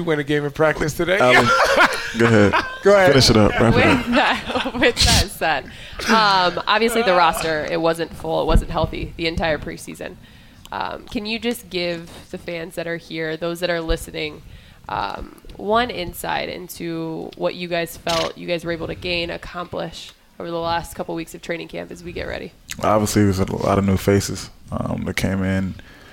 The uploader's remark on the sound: this special recording w/ Homage at their location